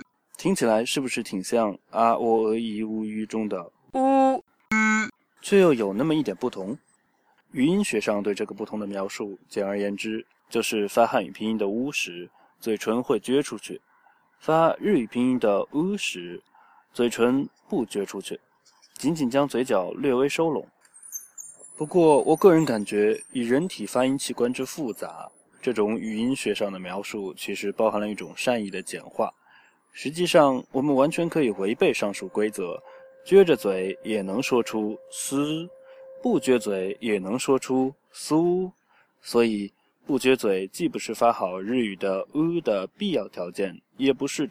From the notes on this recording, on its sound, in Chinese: 本期节目录制于珠江边的绿道。